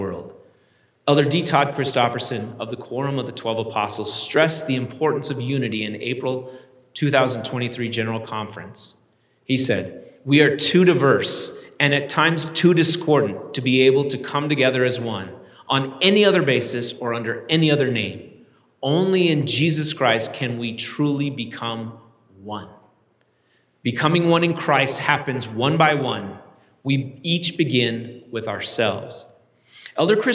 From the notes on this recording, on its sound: delivered this University Conference address on April 27, 2023